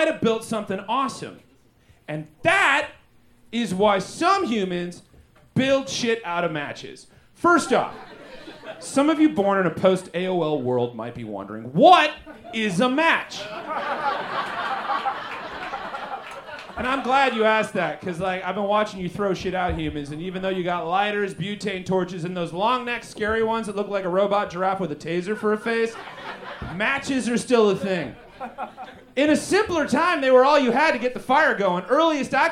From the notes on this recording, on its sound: Recorded LIVE at Chicago’s Historic Green Mill Lounge on February 10th 2024 for The Paper Machete